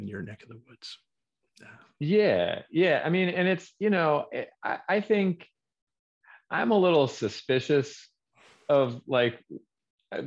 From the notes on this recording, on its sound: Recorded 2.8.2022 from Raleigh, NC & Philadelphia, PA on Zoom